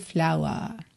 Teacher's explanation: aqui esse R não tá enrolado